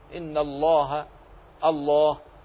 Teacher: اللام أيضا في لفظ الجلالة تفخم